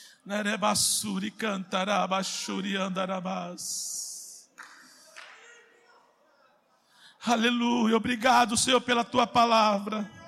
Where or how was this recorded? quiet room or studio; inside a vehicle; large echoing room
large echoing room